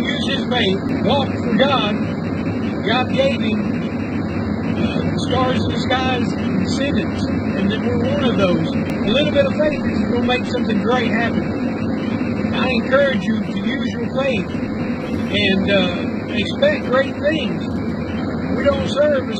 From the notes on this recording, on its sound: This message was recorded a few years ago while driving at night. I tried to remove the road noise but you will still enjoy it.